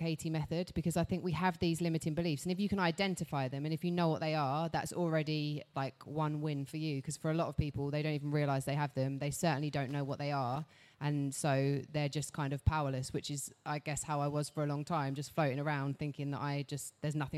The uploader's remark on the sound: This talk was recorded at Summer Funday Sunday at by CHLOE. In the O2, Greenwich, London.